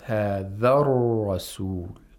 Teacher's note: If you say هَذَرُ، it's incorrect. It should be a ra with the tapping sound. And it should be pronounced thickly. Here it should be pronounced, yes, thickly, with tafkhi.